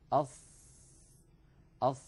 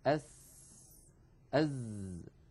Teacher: شكل اللسان عند نطقنا بالصاد وهي حرف مفخم، ولاحظوا بأن مؤخرة اللسان مستعلية · Shown in: first take